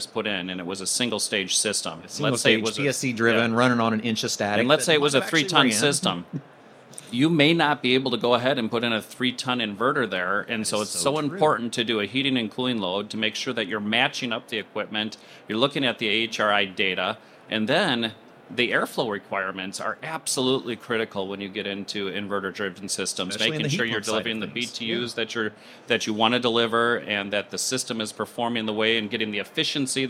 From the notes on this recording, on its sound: This episode recorded live at the 2024 AHR Expo.